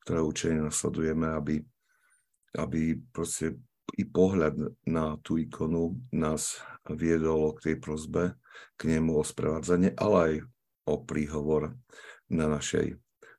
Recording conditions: video call